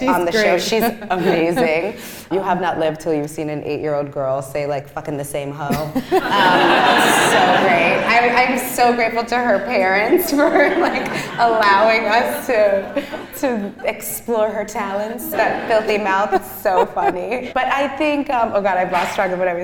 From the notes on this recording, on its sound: sat down in front of a live audience